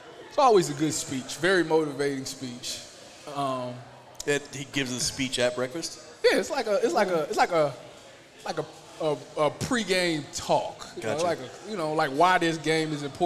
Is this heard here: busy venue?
yes